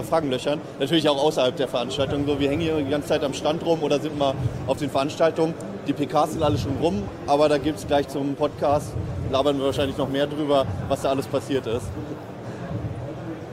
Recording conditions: busy venue